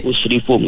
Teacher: baris dua bertemu dengan mim tu, dia kena dengung sempurna kamil. Fum, tutup mulut.